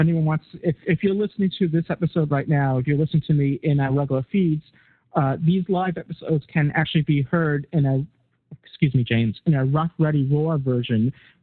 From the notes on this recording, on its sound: Live Roundtable Episode. Recorded live on the net via TalkShoe.